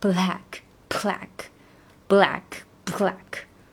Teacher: Now 这个 run away 连读不用多说，主要就是这个 black <laughs>要强调一下。这个是他语气情绪很充沛的一个地方哈，blacknessnow。好，我们再看下一页。<laughs>调回元素。哦，对了，稍微再讲一下，这个 black，它是，呃，一方面是要把它切齿，然后另外一方面就是把它作为一个爆破的临界点，就是它把它作为一个 B 和 P，有点从 B 到 P 发音的那种感觉哈。black，black，black，black。，yeah，就是爆破一点，气流冲出来多一点。好，再听下一页。Blackness now.